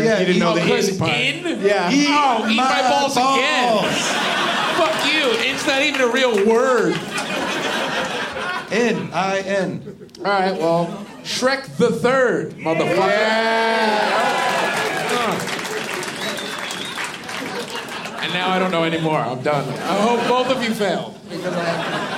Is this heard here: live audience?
yes